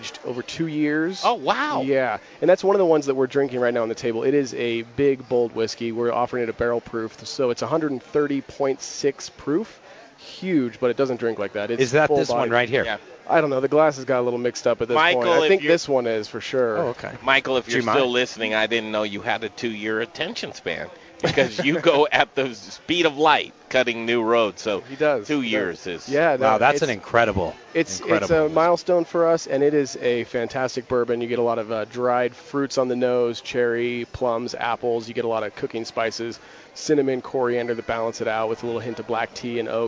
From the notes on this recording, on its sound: Live from Beats and Brews in Colorado Springs!